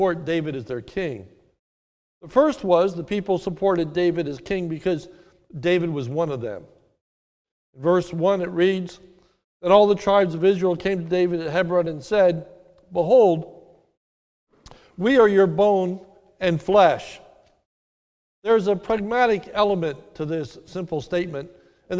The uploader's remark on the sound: This sermon is recorded live at the Lebanon Bible Fellowship Church in Lebanon, PA during the morning service